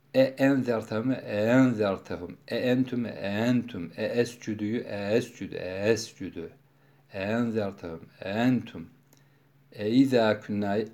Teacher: İkinci hemzeyi yumuşatarak okumak. Böyle sert değil, e-i, e-u şeklinde tahkik ile okumak değil de hafif yumuşatarak · Term: teshil